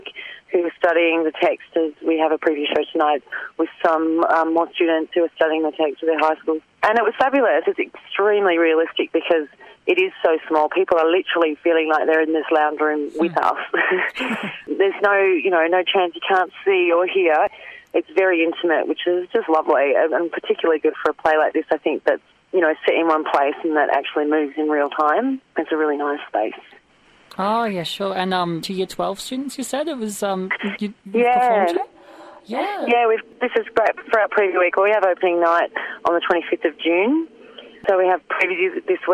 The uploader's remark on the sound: phone interview audio quality is a bit scratchy